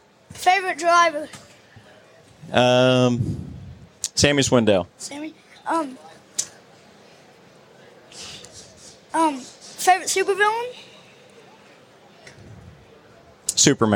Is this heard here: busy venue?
yes